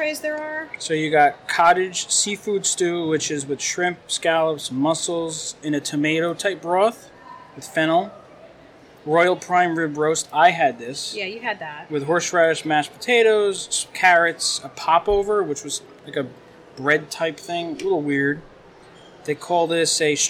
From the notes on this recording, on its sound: We record this show live from the Wilderness Lodge on opening night to bring you a review of the newest character dining experience at Walt Disney World!